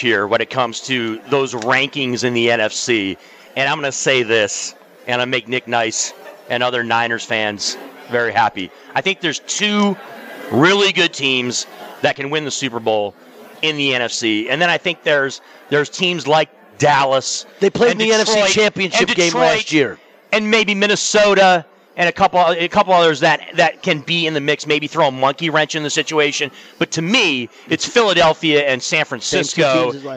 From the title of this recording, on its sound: Live from the Super Book at the Westgate Las Vegas